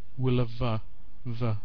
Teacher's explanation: Often we link together syllables, will a v, because it's much easier for English people to start a syllable with a consonant.